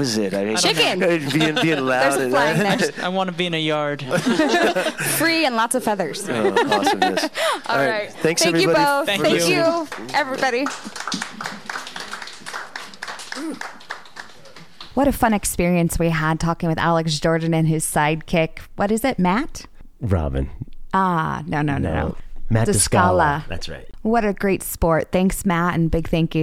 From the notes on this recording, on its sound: Sat down with us for a live interview as part of the June Lake Jam Fest 6, "Pre Party" show.